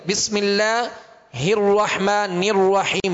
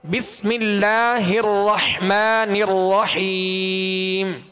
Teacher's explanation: اصل میں زبر ہے، اصل میں زبر ہے دونوں را پر، تو را کو پر یعنی موٹا کریں گے مگر ہونٹوں کو گول نہیں کریں گے · Shown in: second take